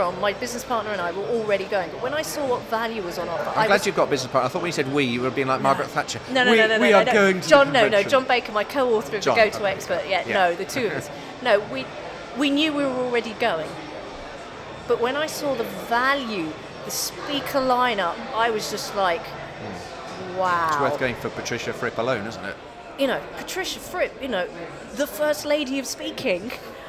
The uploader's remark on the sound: anybody else he found hanging around at the Spring Convention – Fusion Live